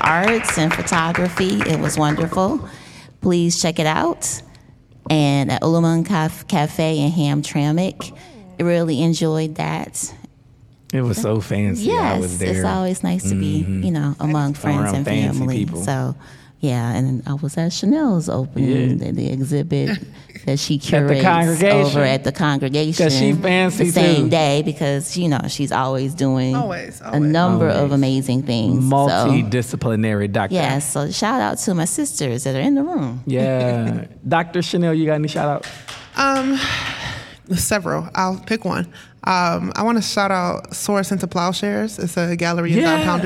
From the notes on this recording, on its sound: This week Authentically Detroit hosted a special live podcast